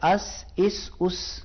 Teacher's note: اس میں نہ ہوا روک رہے ہیں نہ اس کو بھاری کر رہے ہیں